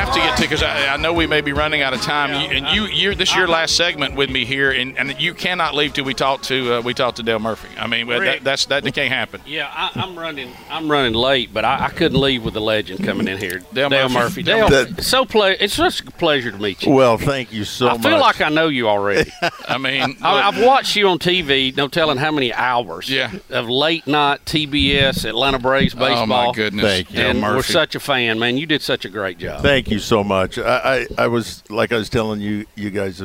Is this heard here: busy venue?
yes